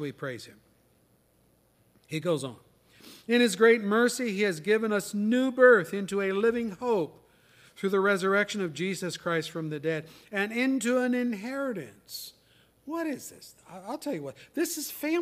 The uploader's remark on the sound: Services recorded at Thornville Baptist Church.